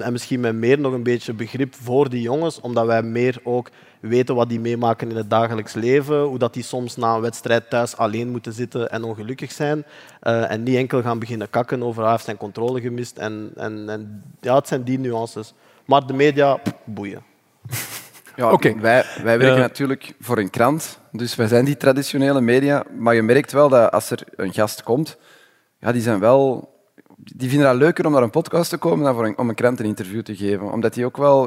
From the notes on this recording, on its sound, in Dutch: Live op DS Podcastfestival. Live-opname met publiek.